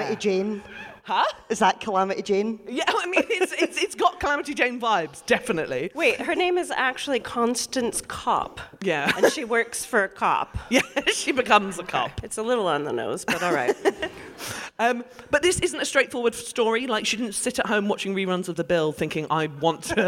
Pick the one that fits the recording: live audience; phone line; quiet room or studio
live audience